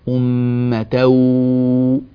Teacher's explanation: أنت لم تغن، أنت أتيت بواو طويلة، نحن نريد صوتا مصاحبا لها من الخيشوم اللي هو صوت الغنة، أمة واحدة بهذه الطريقة.